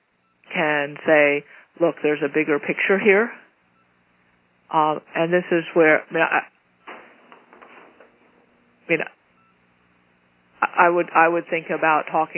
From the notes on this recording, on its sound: Call recorded on April 12, 2012.